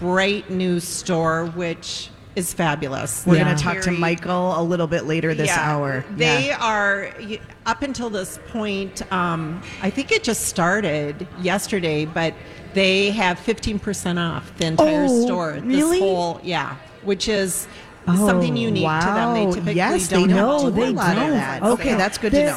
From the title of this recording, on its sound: Live form the Galleria